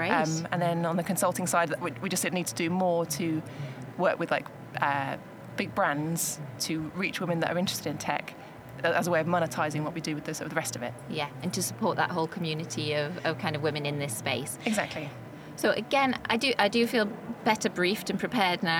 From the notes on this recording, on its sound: This episode was recorded on the Shure stand at The Podcast Show, London, on 24 May 2023.